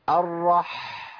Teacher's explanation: لازم تسمع صوت الحاء وهي طالعه منين؟ من نص الحلق